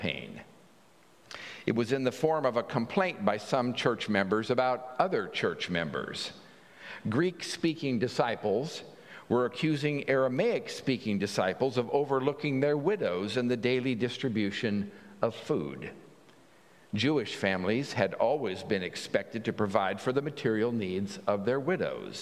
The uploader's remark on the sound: at the 9:00 am Traditional Service